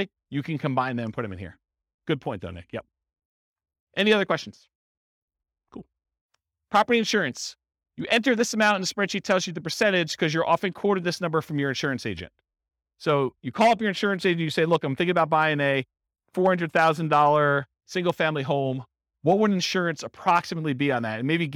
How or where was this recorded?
live audience